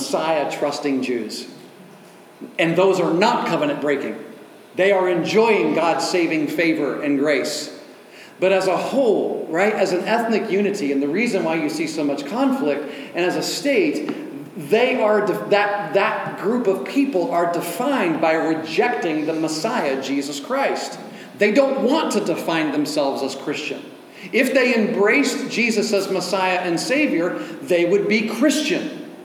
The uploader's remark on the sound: Delivered at Oasis Church on October 15, 2023.